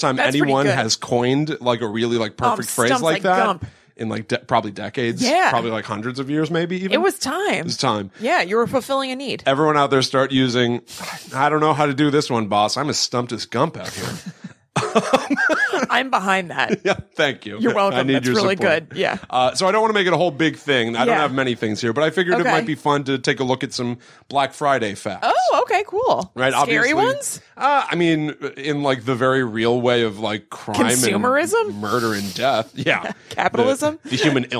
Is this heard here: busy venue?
no